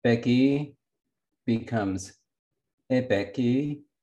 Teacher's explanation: so it lowered the tone of the initial syllable of peki · Term: tonal lowering